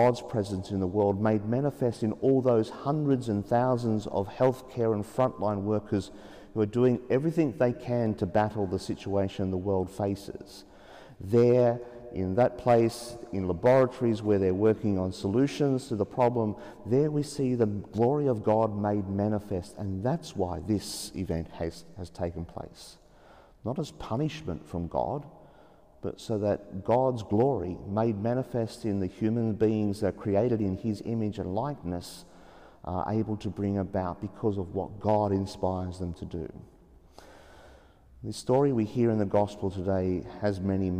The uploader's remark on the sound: As preached in an empty Sacred Heart Cathedral, Hamilton as Mass was celebrated at 9.30 am in the absence of the assembly.